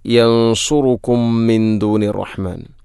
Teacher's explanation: സുക്കൂനുള്ള മീമിന് ശേഷം വീണ്ടും മീമ്, ഇദ്ഗാം മുത്തമാസിലേനി സുഗീർ